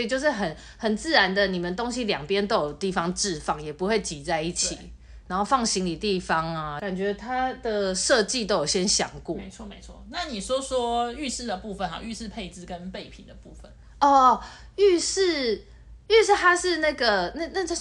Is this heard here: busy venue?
no